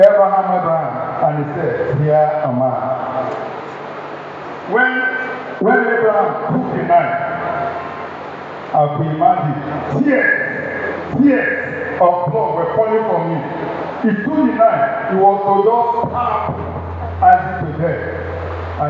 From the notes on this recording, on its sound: Recording of Sunday sermon